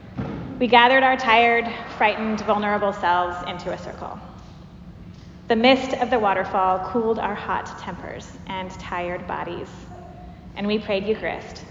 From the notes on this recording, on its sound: Preached at Church of the Apostles, Seattle